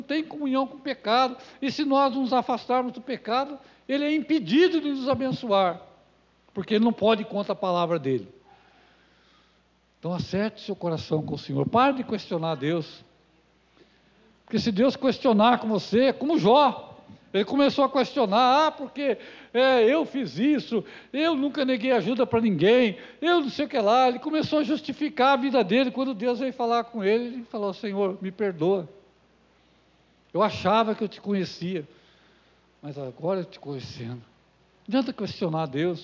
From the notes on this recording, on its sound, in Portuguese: Culto gravado em 20/02/2022 durante a celebração do culto da família